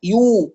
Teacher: طبعا الياء المضمومة فيها ضم الشفتين يو حتى تتحقق الضمة